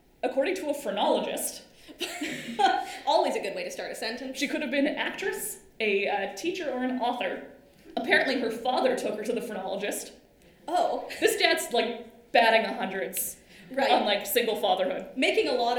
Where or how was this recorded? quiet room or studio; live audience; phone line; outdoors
live audience